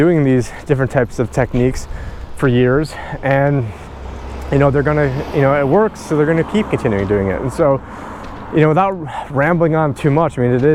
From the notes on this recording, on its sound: On this walk and talk